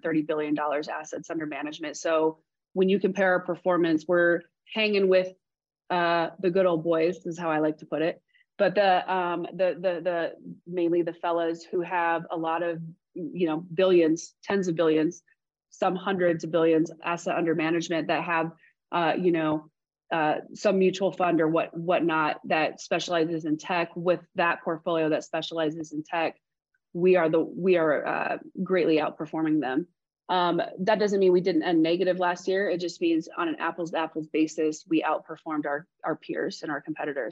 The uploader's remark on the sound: This special episode is an excerpt from the full webinar.